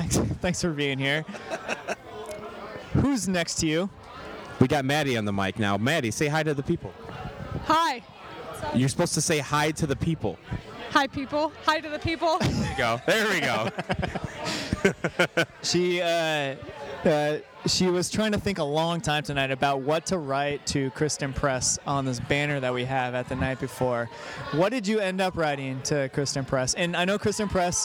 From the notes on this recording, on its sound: In St. Louis. We recording at the Night Before event with the St. Louis chapter at the Amsterdam Tavern.